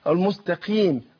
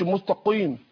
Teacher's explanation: اما اقول ايه المستقيم برضو مكسوره القاف هنا ايه وحرف مستعلي منفتح، تاثرت القاف بالكسر تاخد ادنى درجات تفخيم · Shown in: first take